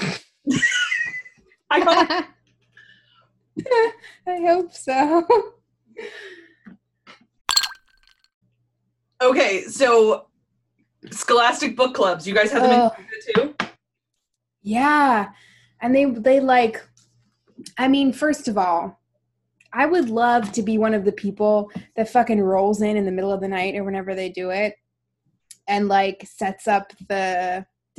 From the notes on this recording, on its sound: We had a virtual happy hour earlier this week and we decided to hit record!